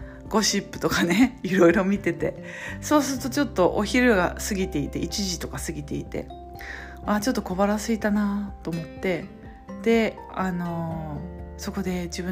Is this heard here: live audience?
no